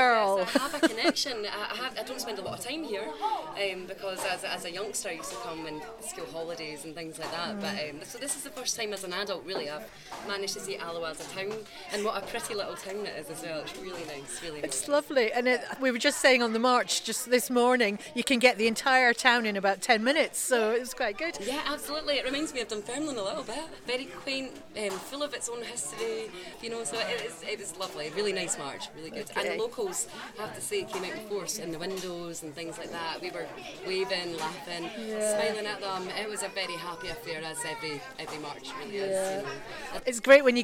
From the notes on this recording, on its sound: Special on location episode recorded at the "Yes in the Community" event. With a selection of interviews from the event.